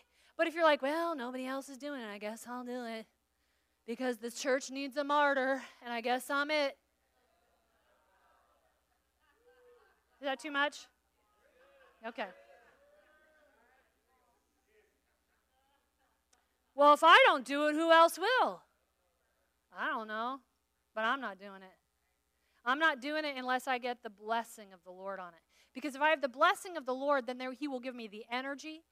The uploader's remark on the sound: From session 2 of the West Side Story Conference